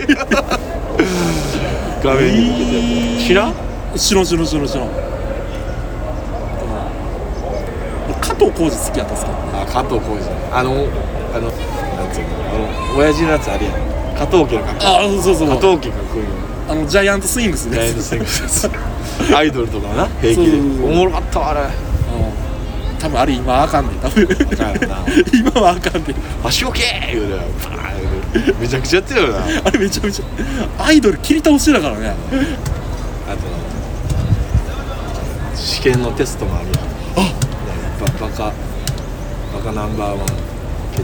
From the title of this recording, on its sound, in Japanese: 極寒な公園のpodcast収録は難しい